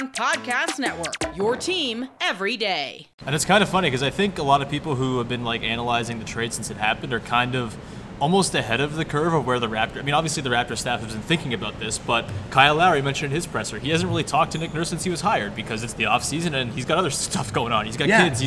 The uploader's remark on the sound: Live at Media Day! Live from Scotiabank Arena, site of Raptors Media Day.